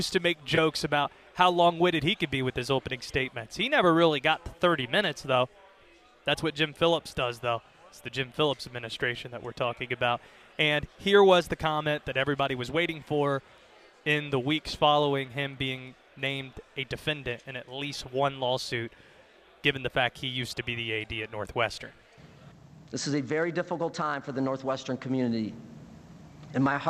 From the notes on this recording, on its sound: live from ACC Kickoff in Charlotte